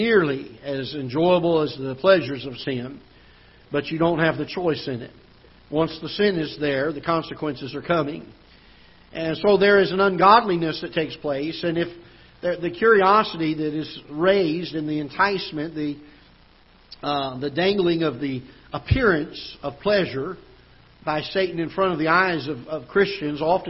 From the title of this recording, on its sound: Ketha Heights Baptist Church ~ Live Broadcast